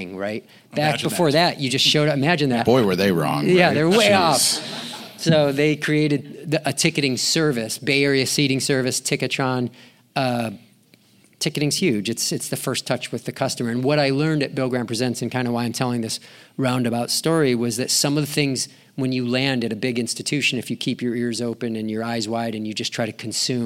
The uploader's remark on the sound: LIVE at EAMC 2023. Live from the Emerald City. At the Event & Venue Marketing Conference for our second live episode of Adventures In Venueland. Join us in Seattle.